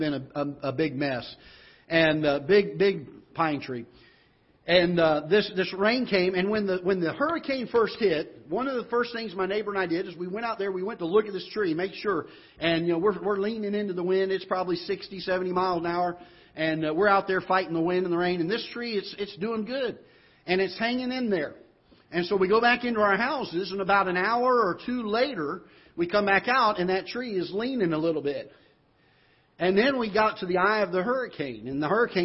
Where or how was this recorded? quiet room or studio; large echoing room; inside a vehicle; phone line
large echoing room